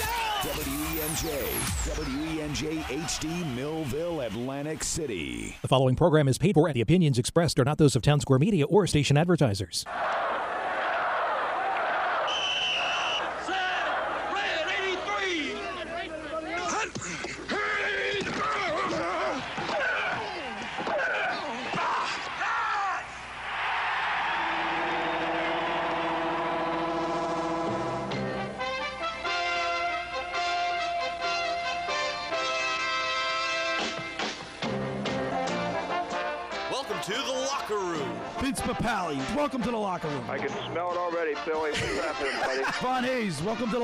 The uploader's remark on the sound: Live remote at Yesterday's Creekside Tavern